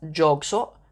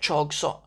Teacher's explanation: people in the north actually pronounce j as a ch. · Shown in: second take